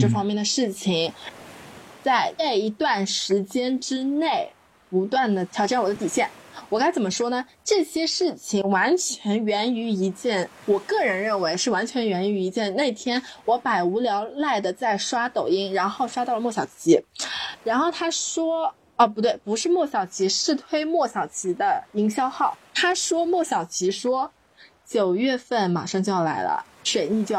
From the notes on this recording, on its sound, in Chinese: 因为录制过程的一些过错，可能本期有一些杂音